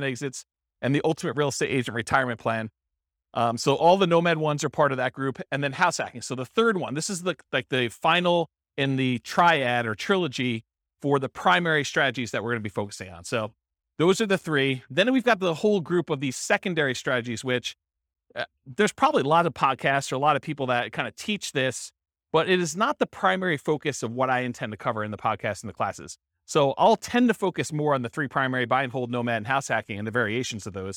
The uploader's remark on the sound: This was a live class recorded